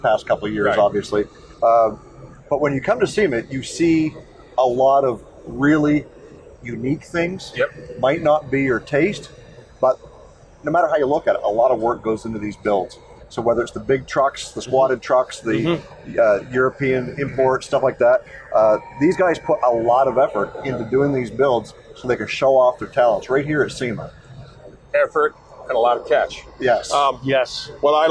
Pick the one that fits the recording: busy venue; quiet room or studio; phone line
busy venue